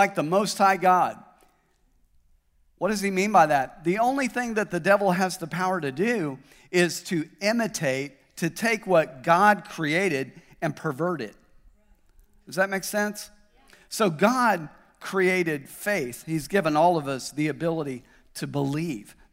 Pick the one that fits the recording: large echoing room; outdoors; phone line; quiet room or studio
large echoing room